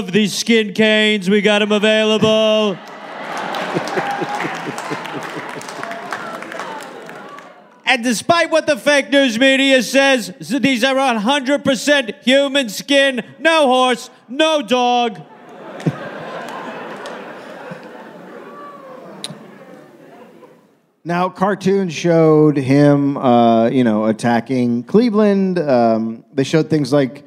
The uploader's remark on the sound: Recoded live in Columbus, Ohio.